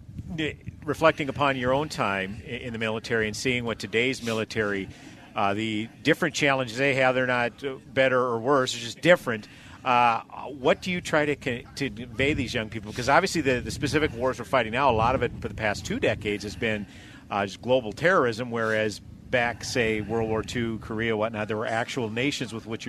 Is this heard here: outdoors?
yes